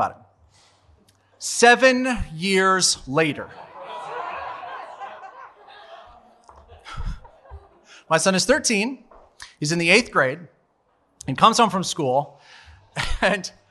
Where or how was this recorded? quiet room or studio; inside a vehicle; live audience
live audience